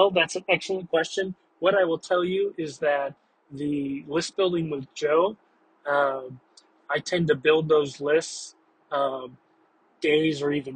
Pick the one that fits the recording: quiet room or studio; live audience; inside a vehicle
inside a vehicle